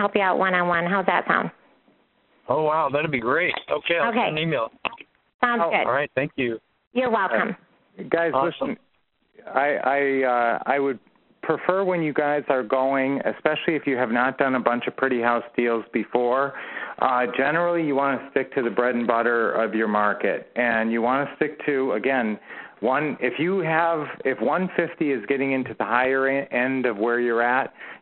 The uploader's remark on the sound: Q&A Call 2016-03-14